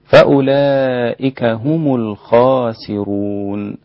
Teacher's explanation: الخاسرون بتفخيم الراء لأنها مضمومة عند كل القراء إلا ورش · المد هنا مد واجب أربع حركات، لا يجوز أن يقل عن أربع حركات، ويزيد ست حركات عند حمزة وورش كما ذكرنا.